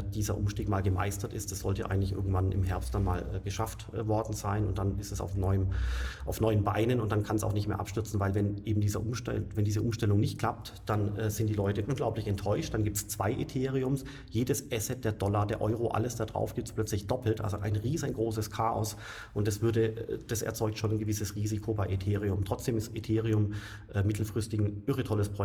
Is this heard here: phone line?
no